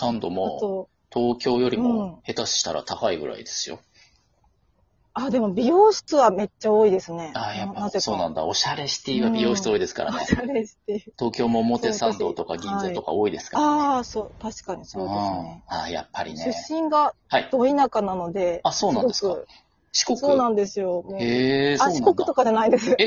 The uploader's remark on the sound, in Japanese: Radiotalkアプリの新機能「リモート収録機能」を使って。ゲストと一緒に配信。2人組。笑い声あり。